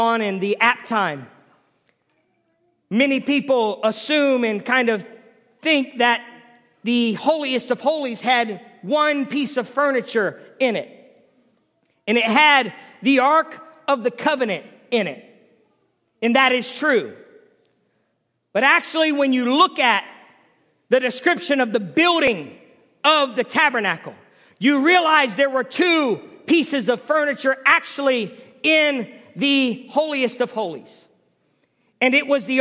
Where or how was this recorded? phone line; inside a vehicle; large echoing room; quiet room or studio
large echoing room